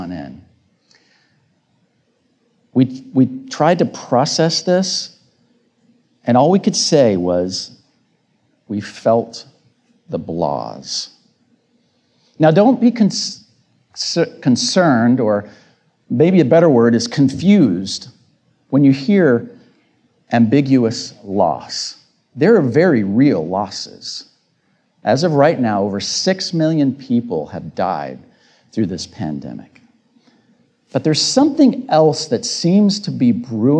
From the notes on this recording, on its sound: This episode features the audio of my recent Tedx Talk with a brief intro.